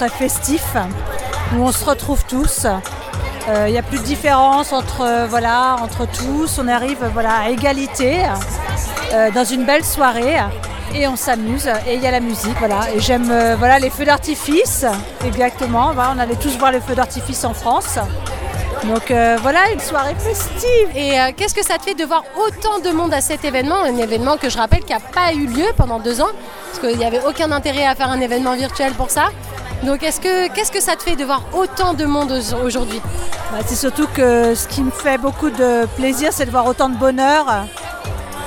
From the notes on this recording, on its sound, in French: Et cette dernière n'a pas hésité à tendre son micro aux personnes qu'elle a croisé, afin de récolter les témoignages de tous ces francophones et francophiles, qui s'étaient déplacés au Cabana Pool Bar à l'occasion de cette soirée. Choqfm 105.1 était à l'événement Bastille Day d'Apéro Chic ! Et cette dernière n'a pas hésité à tendre son micro aux personnes qu'elle a croisé, afin de récolter les témoignages de tous ces francophones et francophiles, qui s'étaient déplacés au Cabana Pool Bar à l'occasion de cette soirée.